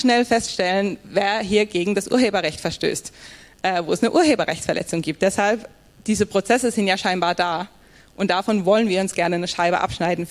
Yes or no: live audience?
yes